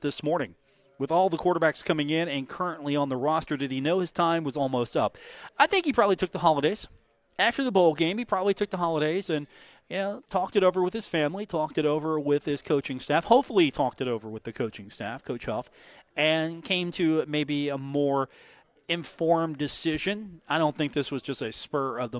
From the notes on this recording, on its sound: on location at The Union Pub and Grill